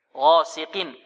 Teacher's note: القاف هي مفخمة لكن في أقل مراتب التفخيم